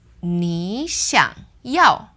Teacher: So originally two third tones, but because the next one, 要, is just fourth tone, it's just the normal two third tone rules applied here.